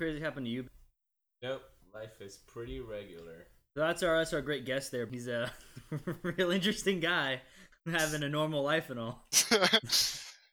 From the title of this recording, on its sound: Low Quality Audio